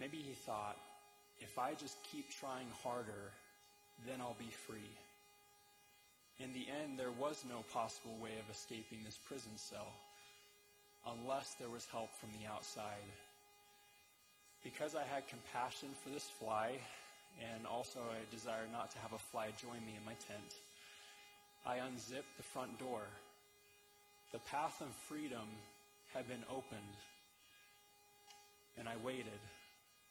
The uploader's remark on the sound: delivered November 7, 2023, at the Conference Center Theater